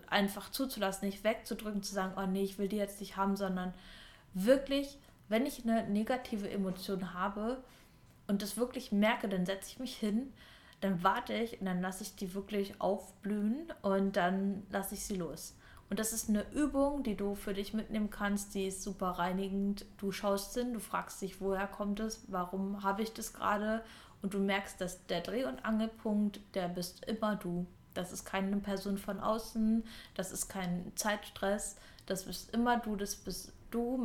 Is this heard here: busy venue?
no